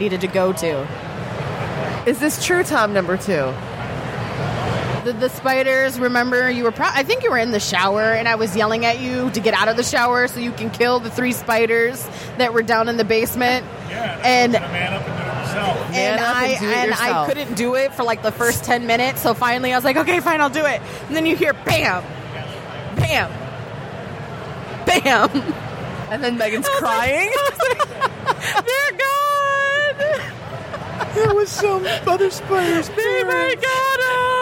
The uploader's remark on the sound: Live from Motor City Comic Con